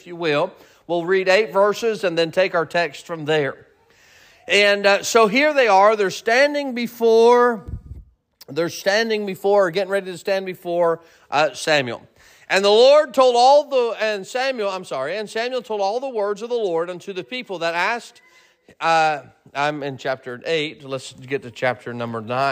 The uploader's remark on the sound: Sermon preached at Mid County Baptist Church.